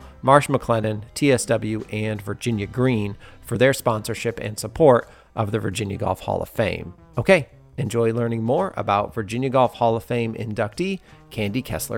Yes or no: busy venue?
yes